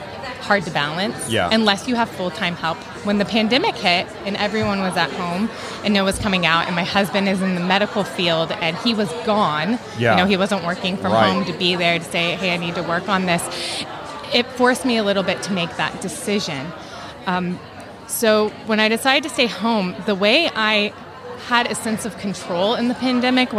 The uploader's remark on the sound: in the Wall Control Booth LIVE at Haven Conference 2022